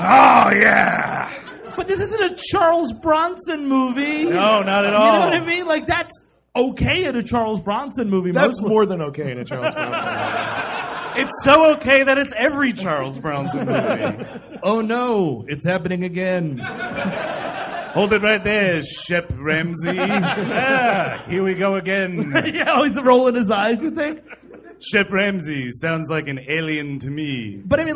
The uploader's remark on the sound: The first of two shows taped at the LA Podfest Preview Night. At the Hollywood Improv! Recorded in front of a sold-out crowd.